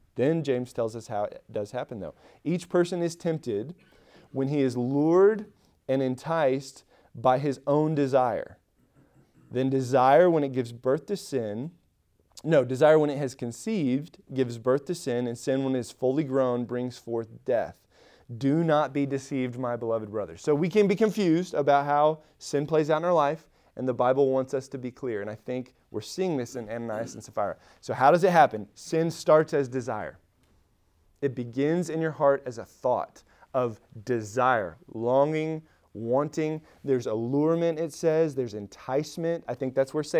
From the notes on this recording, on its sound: Recorded at Emmaus Church in Buford, GA on Wednesday, Oct 26, 2022.